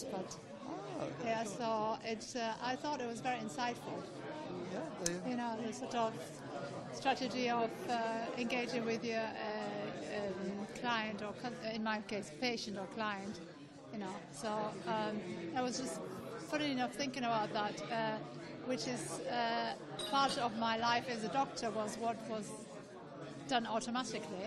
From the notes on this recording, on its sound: Audio recordings from the London HubSpot User Group in London